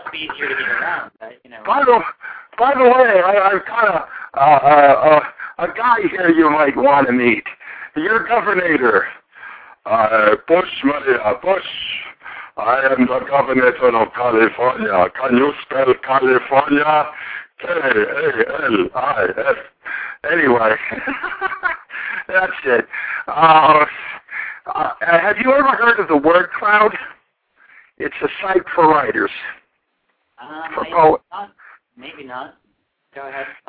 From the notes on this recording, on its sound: callers from Laguna Hills, CA, Lake Wells, FL, Valley Center, CA, Columbus, OH, Newark, NJ, and Elkins Park, PA